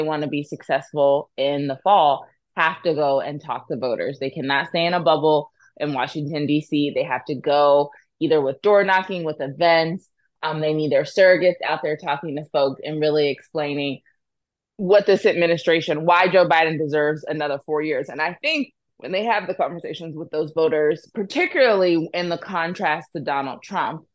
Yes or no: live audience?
no